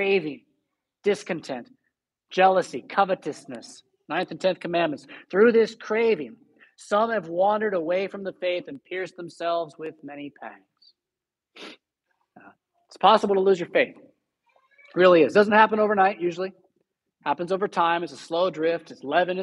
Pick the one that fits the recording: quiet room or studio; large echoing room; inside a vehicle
large echoing room